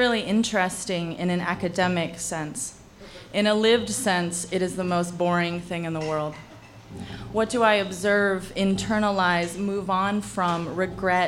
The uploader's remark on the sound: On Stage at Housing Works Bookstore Cafe